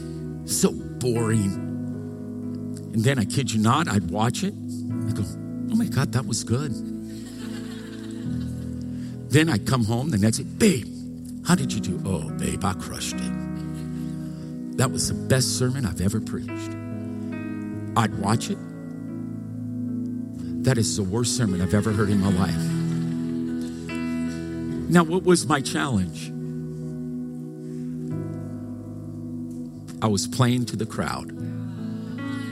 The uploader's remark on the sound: Recorded live from Capital Church, Meridian, Idaho